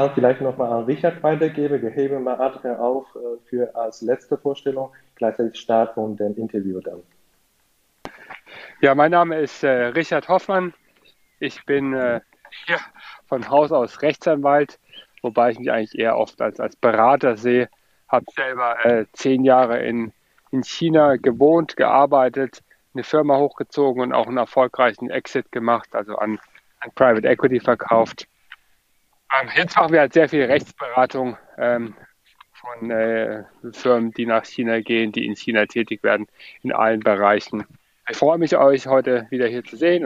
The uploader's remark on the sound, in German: Clubhouse Sendung - Liveaufnahme. In dieser spontanter Aufnahme wurde die Live-Diskussion in der Clubhouse Sendung "ChinaClub" am 30.